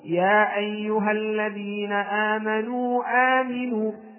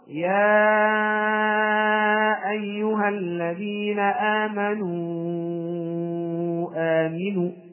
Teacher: الوجه الأول هو القصر، يعني أن تأتي بالمد المنفصل وتعطيه حركتين · Shown in: first take